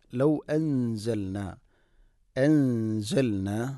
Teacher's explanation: സ ഇഖ്ഫാന്റെ അക്ഷരമാണ് സായ്. ഇവിടെ അവ്യക്തമാക്കിക്കൊണ്ട് മണിക്കണം